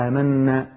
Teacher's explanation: جبت الغنة جبتها وخدت الحركتين